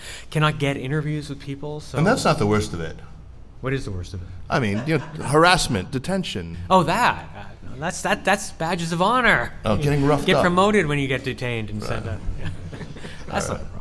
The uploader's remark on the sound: Live in New York City. Our live recording from the Rizzoli Bookstore in the Flatiron district of Manhattan.